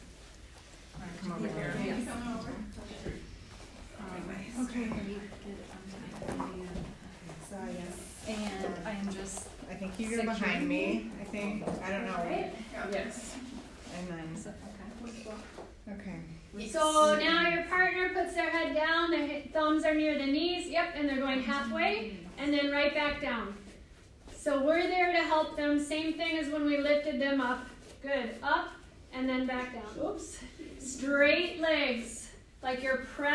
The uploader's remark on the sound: This is a live recording from a workshop